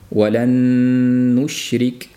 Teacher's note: Bu ham nunni talaffuz qilayotganimizda o'z-o'zidan dimog'ga ketadi havo